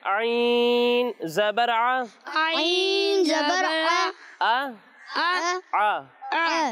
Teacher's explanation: جب ہم عین کی ادائیگی کریں گے تو اس کی آواز حلق کے درمیانے حصے سے آئے گی